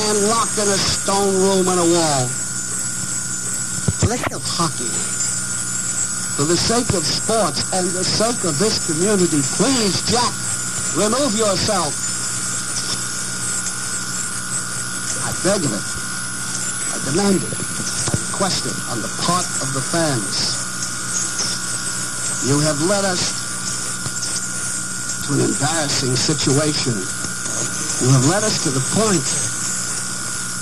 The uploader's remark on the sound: 1100 WWWE Cleveland. Scratchy recording.